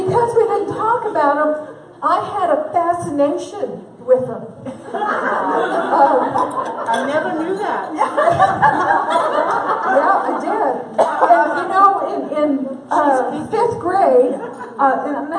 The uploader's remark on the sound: at our 2017 Women's Conference Luncheon